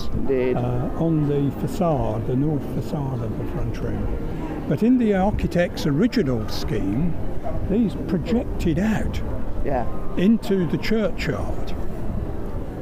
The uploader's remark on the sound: We walk around Bath as we explore what's beneath your feet, when you're standing outside The Roman Baths Museum.